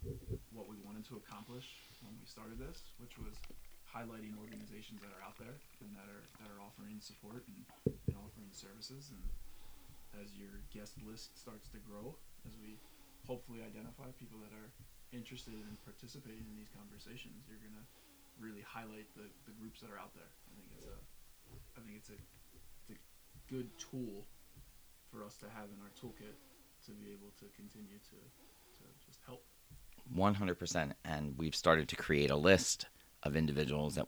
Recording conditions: uneven or low level